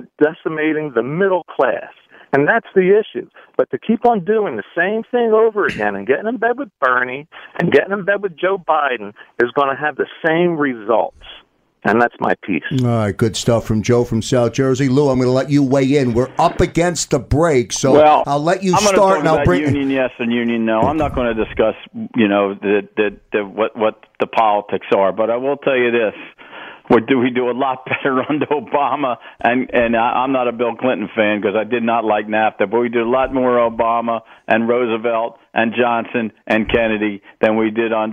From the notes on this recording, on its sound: special listener call in hour